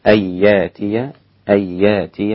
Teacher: وكلمة يأتي طبعا سهلت هذه الهمزة